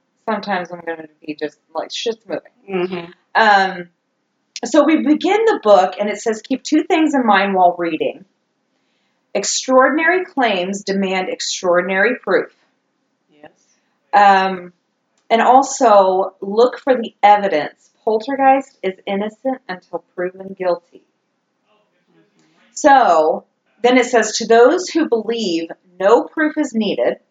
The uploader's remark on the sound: Audio still SUCKS! Crank up that volume.